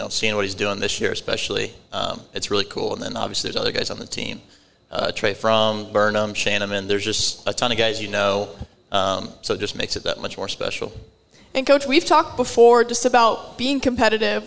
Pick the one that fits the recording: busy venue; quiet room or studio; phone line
busy venue